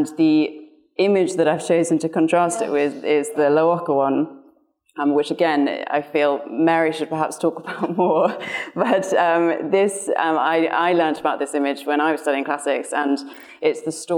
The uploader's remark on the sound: This event was recorded on the 26th of February 2023, at Sotheby's in London.